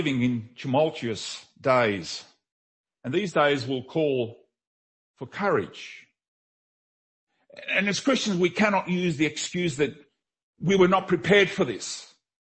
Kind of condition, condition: setting, large echoing room